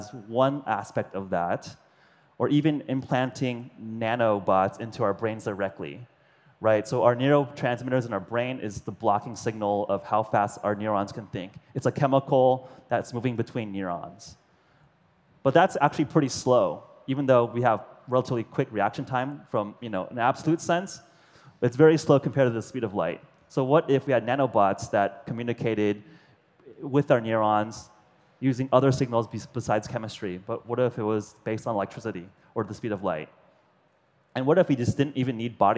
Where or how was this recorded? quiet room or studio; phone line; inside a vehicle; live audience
live audience